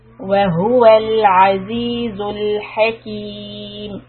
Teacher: Again, note that the word al-aziz and al-hakim, we are going to keep the tip of the tongue stuck behind the teeth for the lam sukun